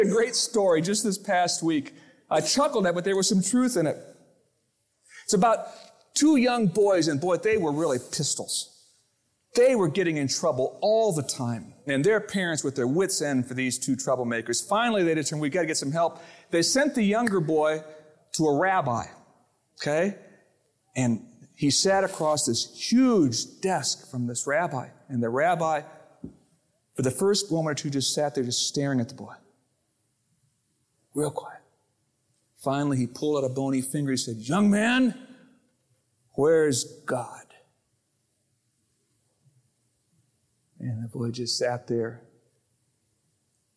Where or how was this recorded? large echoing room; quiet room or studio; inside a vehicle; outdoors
large echoing room